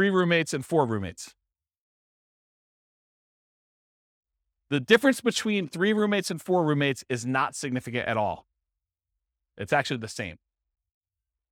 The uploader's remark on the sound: This was a live class recorded